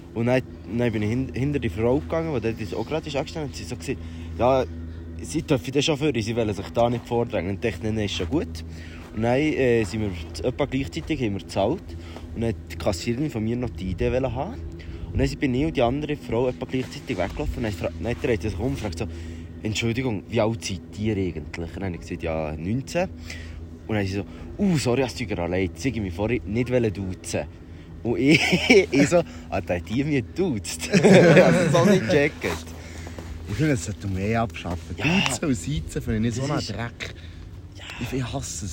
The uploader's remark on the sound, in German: In unserem Winter-Special haben wir die Folge nicht im Studio aufgenommen, sondern am Pistenrand in Zermatt.